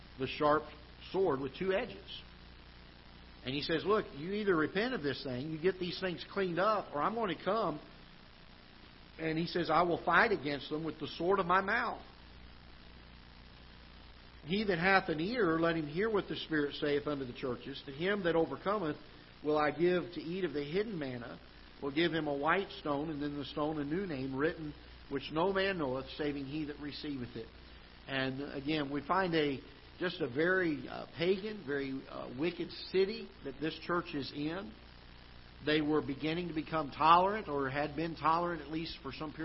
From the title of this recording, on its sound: Ketha Heights Baptist Church ~ Live Broadcast